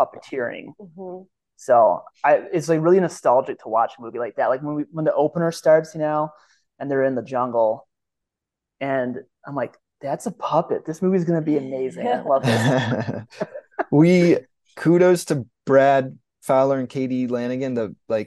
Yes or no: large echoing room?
no